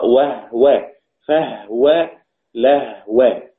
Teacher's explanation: طيب كلمة هو، هو الإمام السوسي عن أبي عمرو أحيانا يقرأ كلمة هو بضم الهاء، وأحيانا يقرأ هو بسكون الهاء، يعني يقرأ وهو فهو لهو.